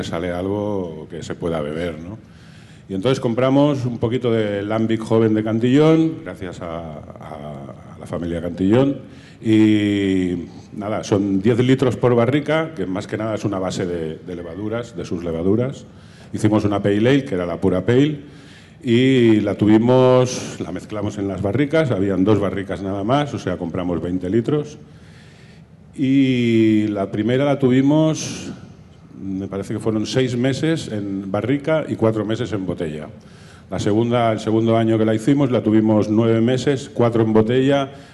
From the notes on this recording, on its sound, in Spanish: Mesa Redonda del Barcelona Beer Festival 2022. Celebrada en el marco del Barcelona Beer Festival 2022, el 16 de octubre, en La Farga de l'Hospitalet.